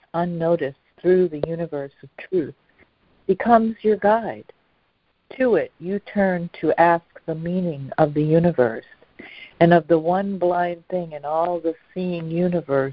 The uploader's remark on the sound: ACIM Daily Conference Call